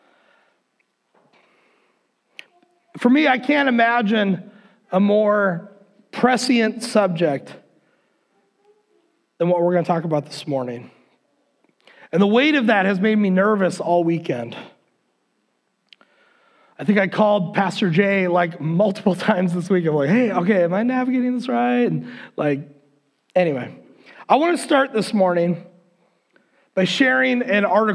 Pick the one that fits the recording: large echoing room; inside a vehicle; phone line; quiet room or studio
large echoing room